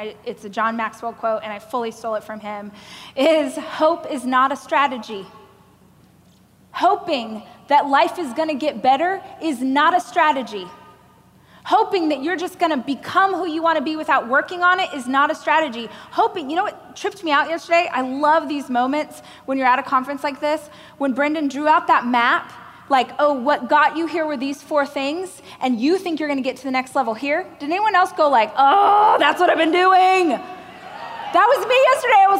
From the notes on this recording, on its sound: a keynote speech I gave during the Growth